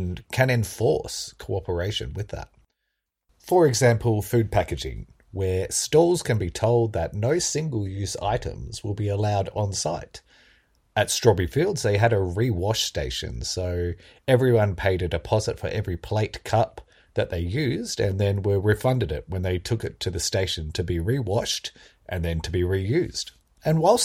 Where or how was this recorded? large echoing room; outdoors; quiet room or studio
quiet room or studio